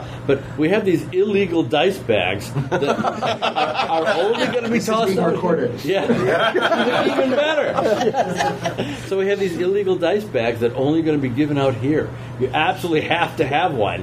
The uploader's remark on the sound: Gary Con Goodman Games Seminar. On Friday morning, we recorded the “What’s happening at Goodman Games” seminar.